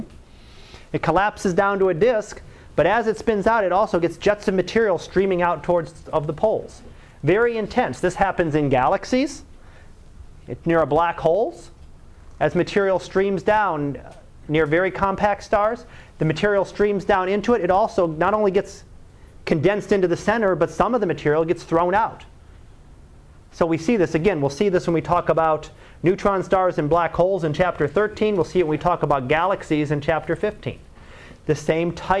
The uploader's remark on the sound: Live Class Lecture